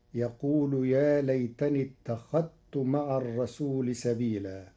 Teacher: قرأ ورش كلمة اتخذت بإدغام الذال في التاء حيث إنهما متقاربان صغير وحكمه جواز الإدغام فتصير يقول يا ليتني اتخذت مع الرسول سبيلا.